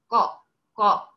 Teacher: ان هو مستعلى، استعلينا باقصى اللسان، طلع الصوت خبط فوق، نزل صدى، نزل رنين، فامتلأ الفم · Term: مفخم